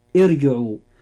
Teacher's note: الراء فيها مفخمة لأنها ساكنة وما قبلها مكسور وكسرته عارضة